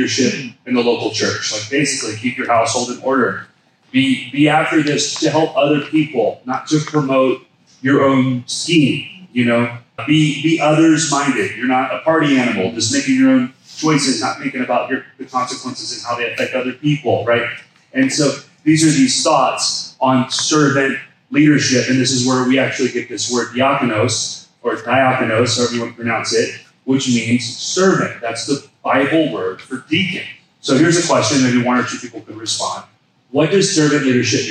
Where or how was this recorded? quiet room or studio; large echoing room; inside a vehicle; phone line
large echoing room